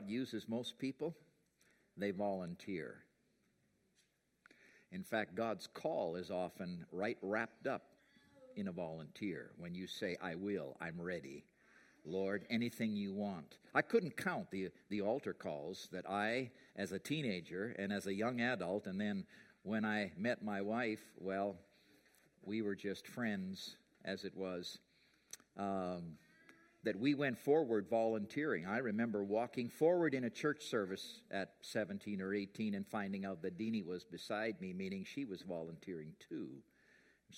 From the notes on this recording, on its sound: preached at The Rock Church on Jan 5, 2020